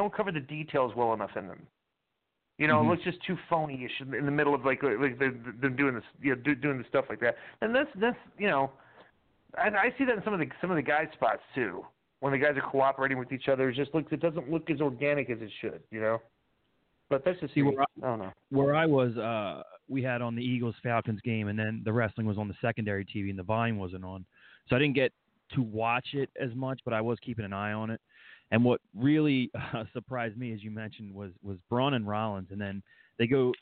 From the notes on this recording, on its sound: Call In Show